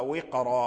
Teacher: الواو مكسور والقاف من حروف الاستعلاء ساكن وجاء بعده راء مفتوحة، فالراء مفخمة